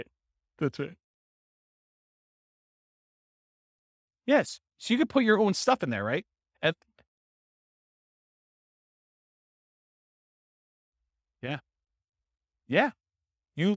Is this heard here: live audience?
yes